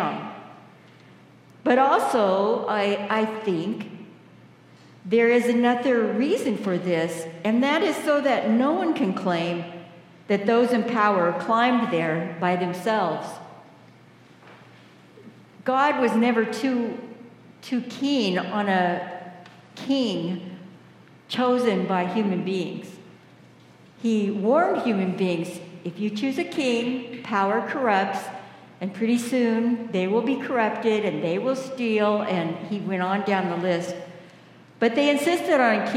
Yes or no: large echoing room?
yes